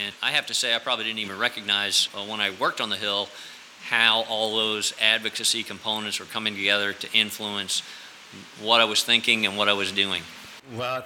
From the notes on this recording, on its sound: At The Dubliner. Joins me at the heart of Irish hospitality, The Dubliner.